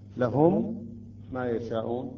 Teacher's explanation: هكذا، لهم ما يشاءون، أيضا هنا ميم ساكنة وبعدها ميم متحركة، عند الإدغام تصبح عندنا ميم واحدة ولكن مشددة